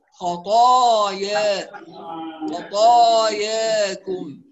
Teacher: واللي بيقرأ بتقليل ورش ينتبه كذلك أن التقليل يكون في الألف الأخير وليس في الأولى